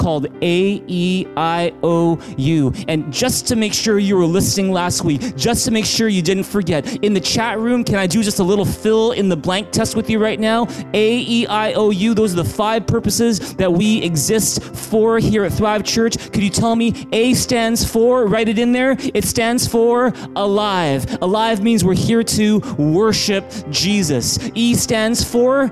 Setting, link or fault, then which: setting, large echoing room